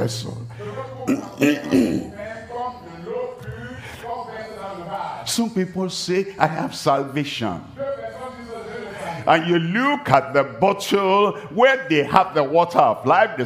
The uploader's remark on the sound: Live from Douala, Cameroon.